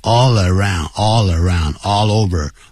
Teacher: All,舌尖抵起来，所以后头那个 around 那个元音就会念成连起来的声音。